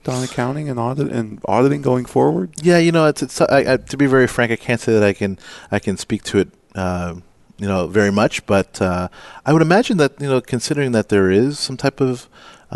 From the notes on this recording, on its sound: Live Broadcast at the The IPBC IGNITE Conference.